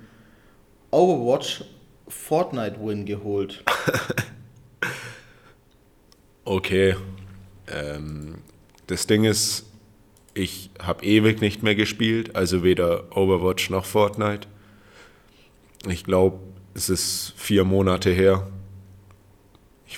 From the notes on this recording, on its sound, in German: Den Aufmerksamen hören unter euch wird aufgefallen sein, das wir einen dezenten Hall in der Aufnahme haben. Dies ist dem Grund geschuldet, das wir uns stetig versuchen zu verbessern...es hat nicht geklappt.